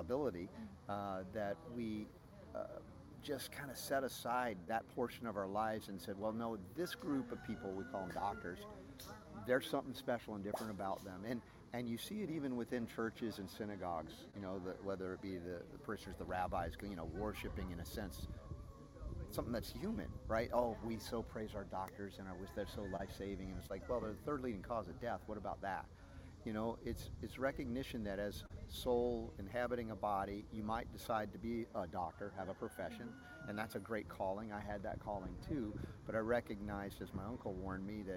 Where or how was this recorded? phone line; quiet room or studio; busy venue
busy venue